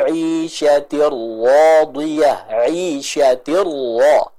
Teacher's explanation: Maka huruf ra di sini baca tebal dikarenakan fathah yang ada atau yang dimiliki oleh huruf ra tersebut.